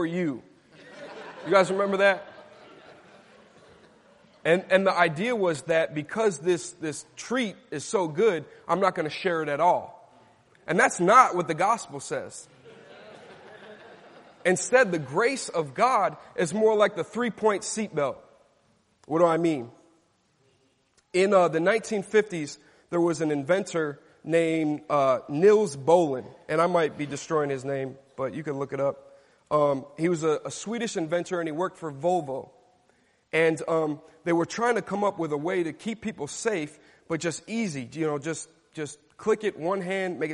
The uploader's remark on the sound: Delivered at Grace & Peace Fellowship in St. Louis, MO USA.